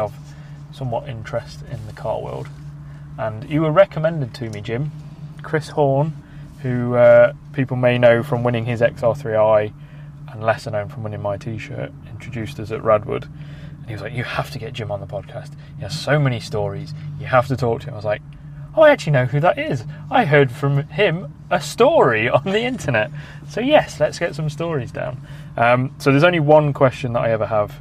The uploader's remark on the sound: Oh, and we recorded this in said fiat panda so there may be some background noise.